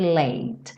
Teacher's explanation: Perceba que esse som late acaba no T, você não segue para o E. Então, nada de falar late ou lady, late, late.